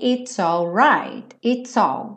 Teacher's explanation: Juntando o S já no all, it's all right.